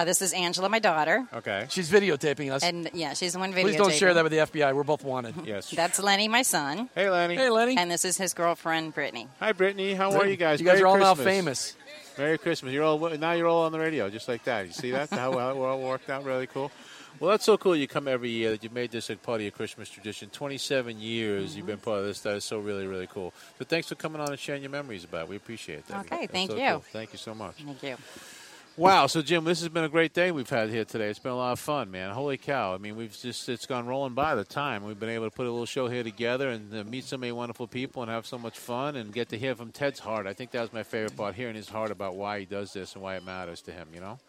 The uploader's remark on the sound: Report live from the Oakdale Christmas House in St. Petersburg.